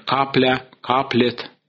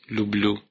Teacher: сочетание «п» плюс «йот» давало «пль» · Term: л-эпентетикум